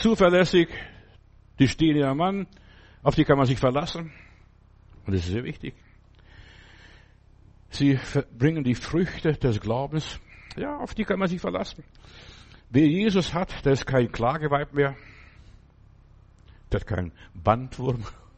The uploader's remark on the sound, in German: März 2024 im Gemeinde-Zentrum in Berlin aufgenommen.